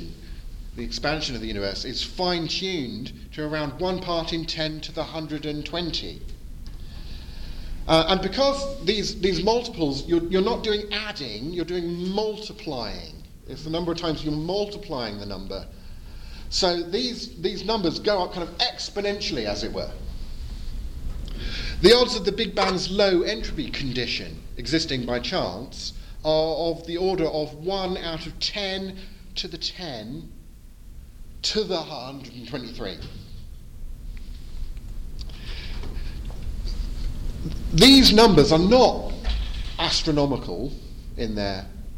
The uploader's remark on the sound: Edited audio from my Post-Conference Seminar. At the 2022 European Leadership Forum in Poland.